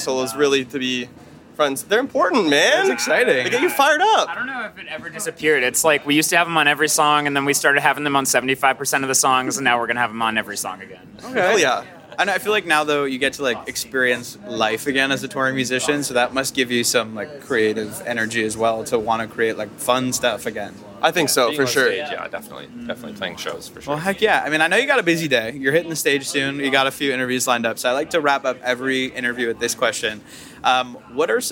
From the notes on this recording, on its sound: Live from Levitate Music Festival. Live from the 10th Anniversary of Levitate Music Festival!